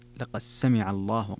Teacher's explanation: فيها الدال مع السين فيها الإدغام الصغير لأبي عمرو